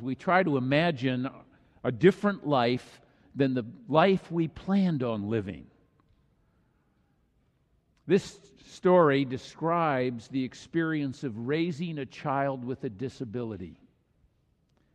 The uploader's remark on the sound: This message was delivered during the Traditonal Worship service.